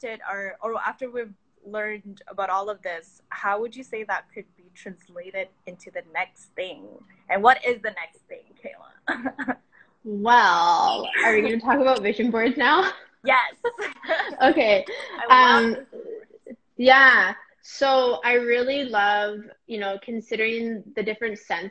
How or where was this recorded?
video call